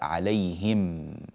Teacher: نطبق شفتينا على الميم إطباقا تاما، ثم نأتي بالواو ولا نبالغ في إظهار الميم.